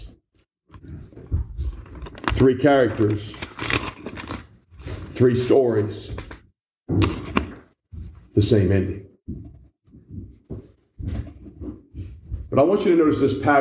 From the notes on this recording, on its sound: This message was preached in October 2021 at the Black Creek Baptist Church